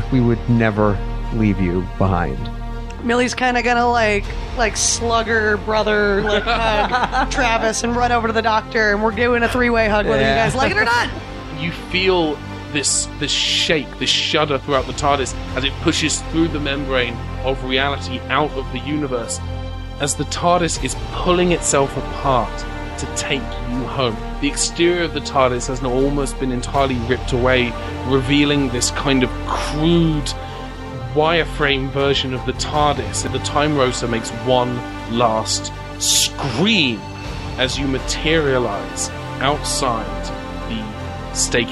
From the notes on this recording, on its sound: Recorded at Geeky Teas & Games in Burbank, CA.